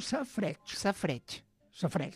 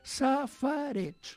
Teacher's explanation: Però és que sabem que el nom real és safareig. Però aquesta A, que és una vocal neutra, com que és en contacte amb la R bategant, doncs queda absorbida i no es diu · Shown in: first take · i diem safreig, no?